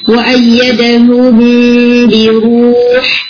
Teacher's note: میم ساکن کے بعد با ہے تو ہم آواز کو تھوڑی دیر یہاں پہ روکیں گے